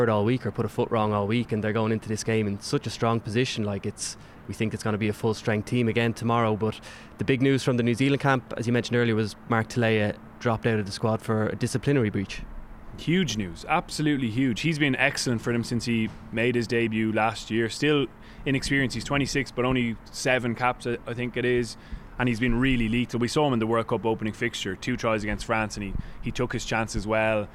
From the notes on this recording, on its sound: live from the captain's run